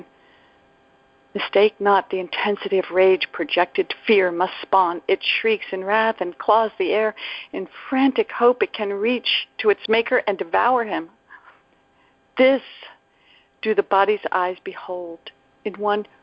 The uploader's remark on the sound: ACIM Daily Conference Call.